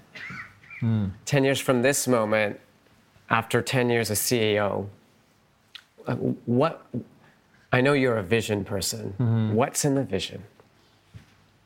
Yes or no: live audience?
yes